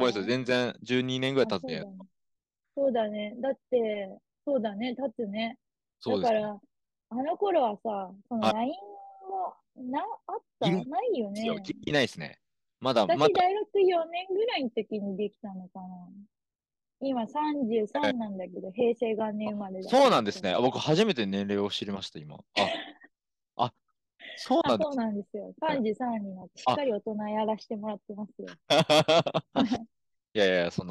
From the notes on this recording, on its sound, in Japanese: zoom録音しました